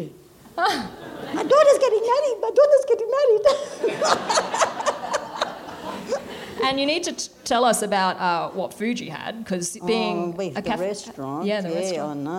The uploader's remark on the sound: SPUN: True Stories Told in the Territory is a live storytelling event that showcases some of the extraordinary people and stories that make up the Northern Territory. Popping up at different venues across Darwin.